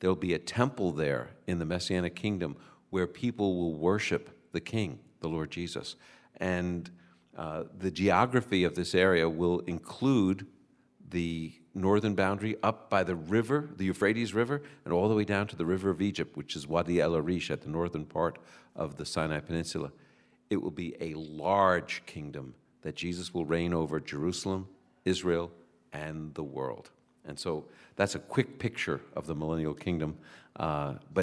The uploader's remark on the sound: Moody's 2019 Israel Tour Bible Q &. Recorded in Jerusalem with a live audience.